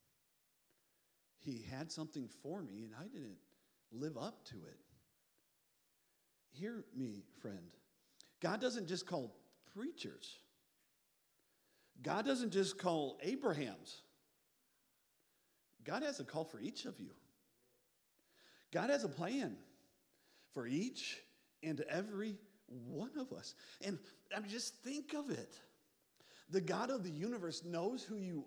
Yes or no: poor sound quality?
no